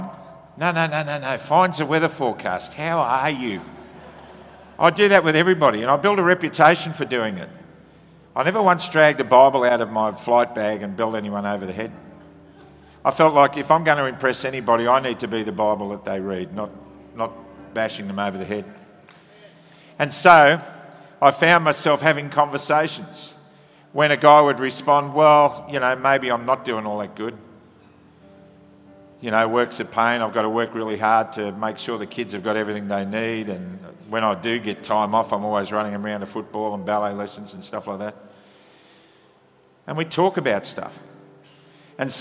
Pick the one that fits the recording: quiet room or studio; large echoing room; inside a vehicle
large echoing room